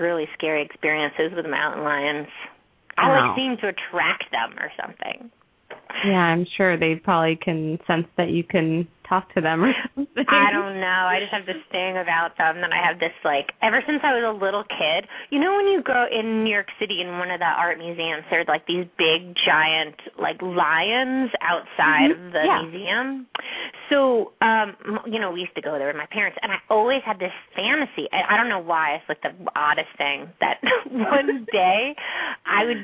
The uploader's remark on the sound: open up the lines for listeners to call